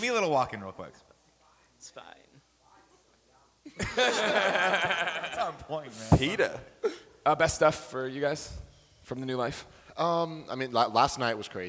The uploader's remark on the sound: Live at PAX East 2014! The boys unite for tehir first ever panel with the whole crew!